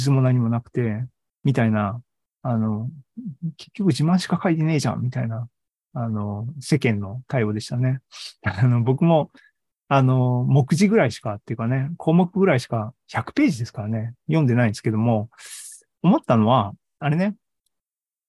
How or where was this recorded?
video call